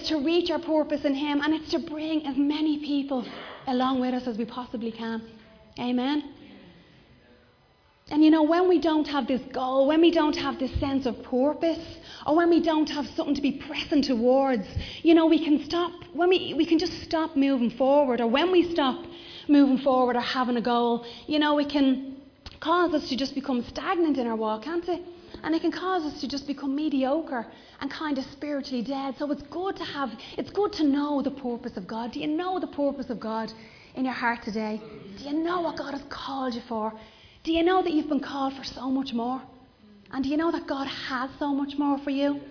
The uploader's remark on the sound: Recorded live in Liberty Church